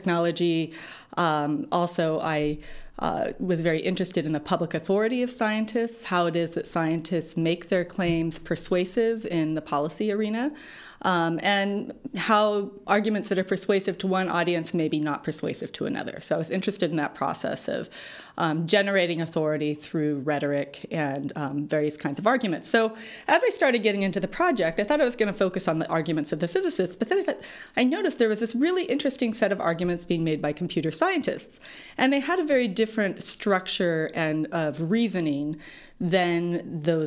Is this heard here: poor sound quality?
no